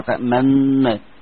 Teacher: اسمها اشمام، لكن اللي انت تجيب جزء من النون ده الاولانية اسمه روم او اسمه اختلاس. تأمن لازم تجيب فيها غنة بس مع ضم الشفتين، لكن لما تفك النونين مع بعض ما فيهاش غنة، خلاص.